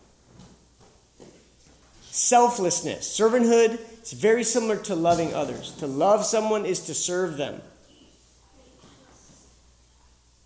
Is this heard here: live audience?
yes